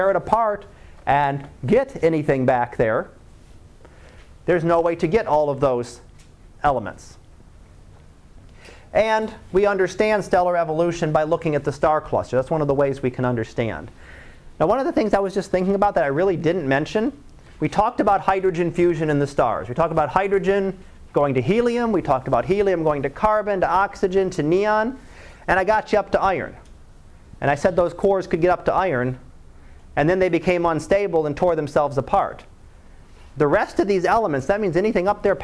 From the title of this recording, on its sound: Live Class Lecture